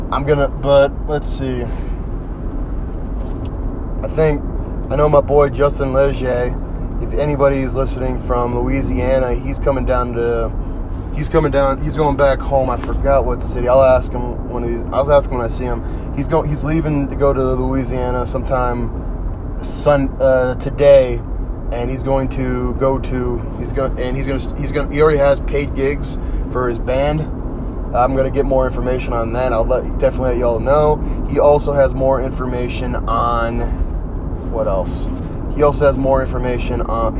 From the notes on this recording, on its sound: Driving home